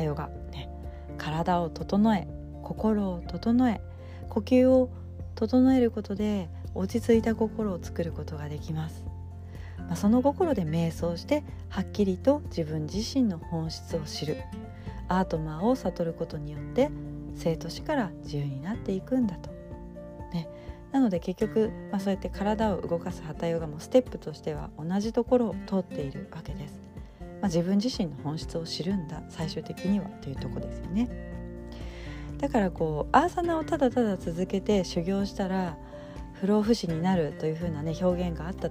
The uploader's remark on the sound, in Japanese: 今日は、スマホ収録になりました。音声がいつもと違うかもしれません。